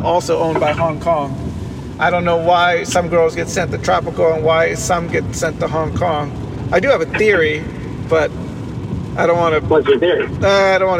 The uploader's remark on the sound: Live drive. While driving to tijuana.